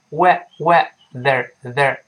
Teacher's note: weather 舌尖吐出来一点儿，weather 吐出来一点儿，在上下牙之间